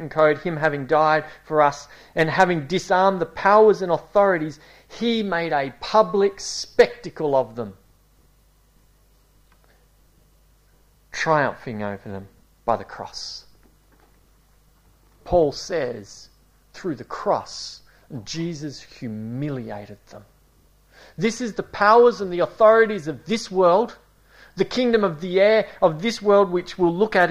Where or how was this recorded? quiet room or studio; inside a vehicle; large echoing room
large echoing room